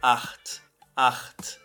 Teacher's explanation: Você vai pronunciar aqui com CH na garganta, ou seja, fazendo aquele ronquinho.